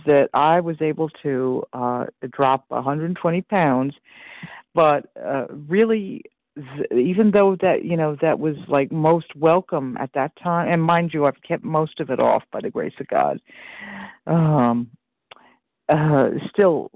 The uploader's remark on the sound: 100 Pounders Phone Meeting